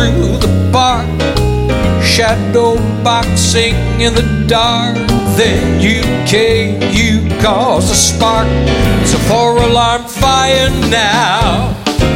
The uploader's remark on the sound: Live at the SouthPoint Casino